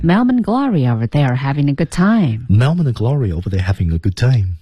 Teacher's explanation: ARE 不发音啊，基本是不发音，一带而过的啊。Melman and Gloria over there having a good time.好，你把 R 去掉呢，可能这句话就顺一些。对。